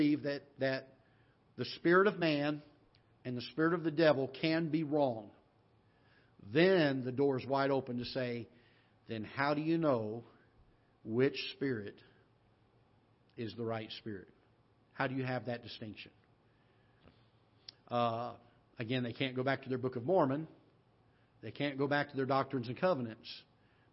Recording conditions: large echoing room